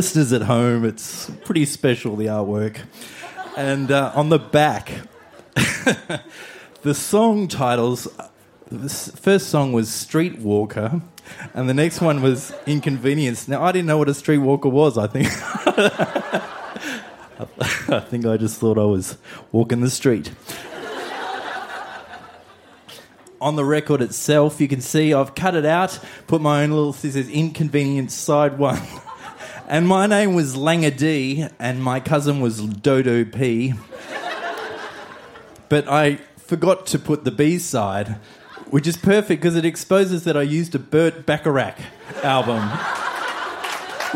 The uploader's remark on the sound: Recorded live at the Woodford Folk Festival.